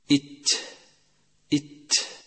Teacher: وللتخلص من هذا الصفير نضغط ظهر طرف اللسان على أصلي الثنيتين باتجاه أعلى الحنك لا إلى الثنيتين